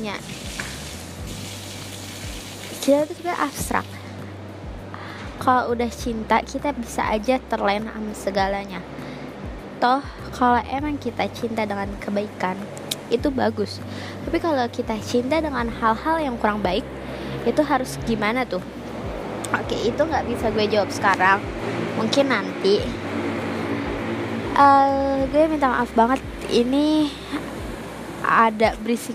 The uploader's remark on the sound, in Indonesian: sorry banget banget sound nya bnr bnr berisik banget